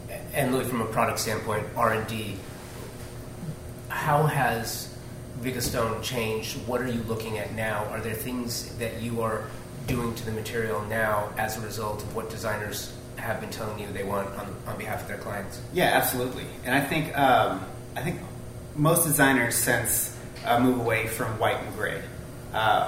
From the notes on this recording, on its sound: Today we have a conversation recorded live from Design Chicago. Yes, recorded in front of a live audience.